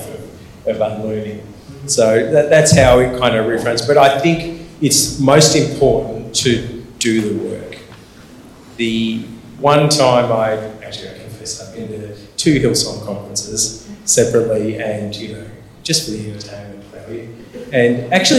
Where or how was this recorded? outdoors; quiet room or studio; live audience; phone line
live audience